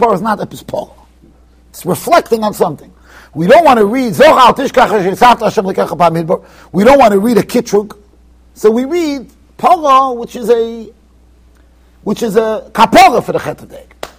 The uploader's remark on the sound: Shiur recorded in Yeshivas Ohr Reuven, Monsey NY.